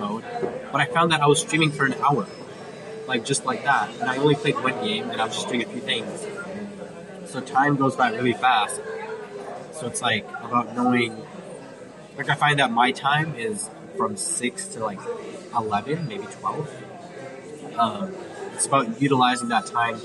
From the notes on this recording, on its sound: I decided to pull my phone